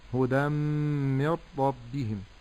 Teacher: ففي اللفظ الأول أضغمت التنوين في الميم، الثاني أضغمت النون في الراء، فأقول هكذا هدى من ربهم. ويلاحظ أن الأول إضغام بغنة والثاني إضغام بغير غنة